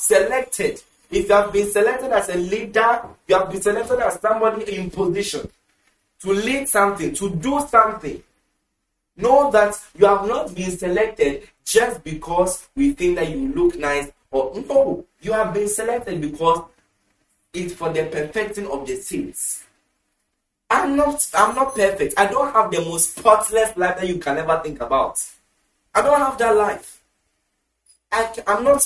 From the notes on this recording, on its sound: Preached at the The Prophetic Encounter Service, Accra, Ghana.